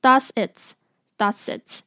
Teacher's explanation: d o e s 的 e s 会跟 its 的 i t s 连在一起，变成 does its · Term: 连音